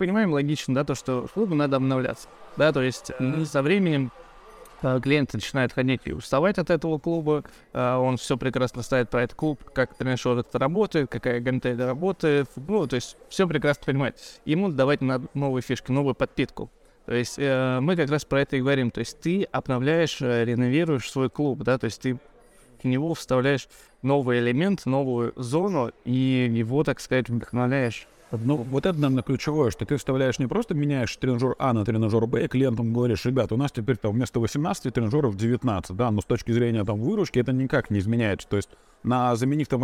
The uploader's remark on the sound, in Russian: Подкаст Изнанка фитнеса делается "на ходу", мы записываем выпуски не в студии, а в фитнес-клубах, прямо на рабочих местах коллег.